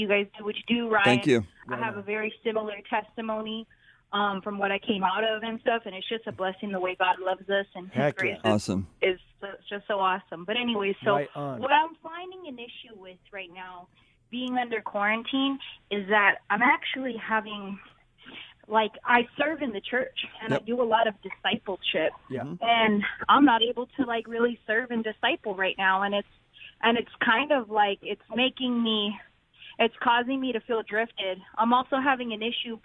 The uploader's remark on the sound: Taking Live Calls